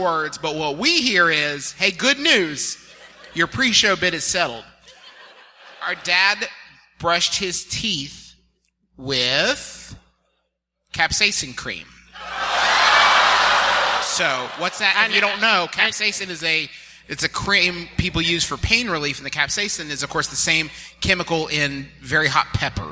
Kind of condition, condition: setting, live audience